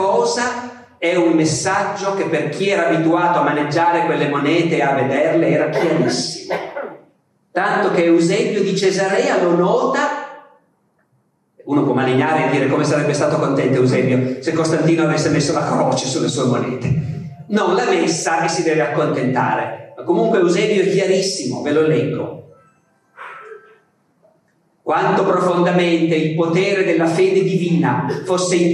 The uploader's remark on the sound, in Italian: registrata al festival Rinascimento Culturale 2017